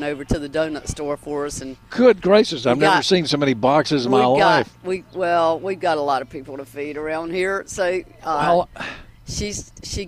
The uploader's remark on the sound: broadcasting live from Campbell Road Nursery